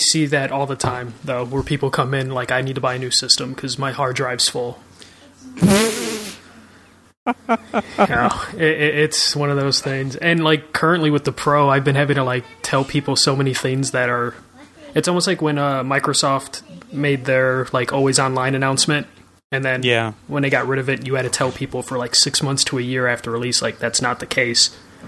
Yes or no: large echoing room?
no